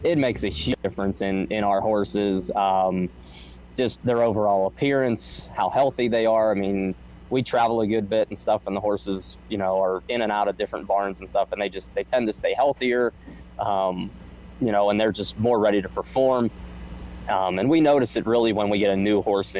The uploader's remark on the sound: live from a horse show in Pennsylvania